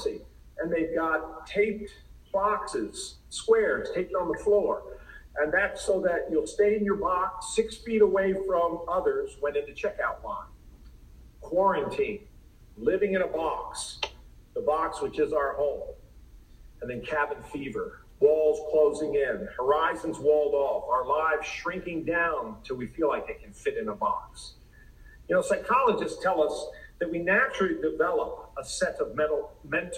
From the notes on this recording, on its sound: Please excuse the sound quality.